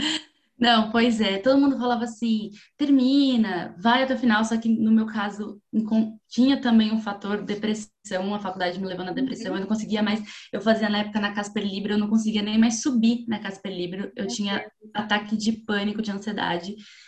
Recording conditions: video call